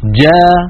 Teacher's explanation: الجيم أيضا يخرج كما قلنا من وسط اللسان مع ما يحاذيه من منطقة الحنك الأعلى، ولكن بالتصاق تام محكم يمنع الصوت من الجريان. هكذا الجيم العربية الفصيحة: جا. · Term: جيم شديدة